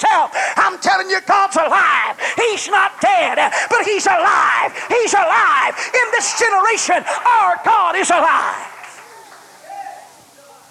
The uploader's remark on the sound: recorded on January 21, 1990 at First Apostolic Church in North Vernon, Indiana.